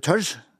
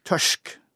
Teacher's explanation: Og i noen dialekter blir r-en veldig forskjellig, men den blir ustemt. · Term: ustemt r